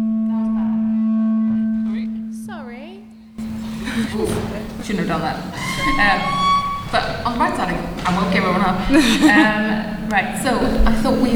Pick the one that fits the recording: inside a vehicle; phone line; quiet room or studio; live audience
live audience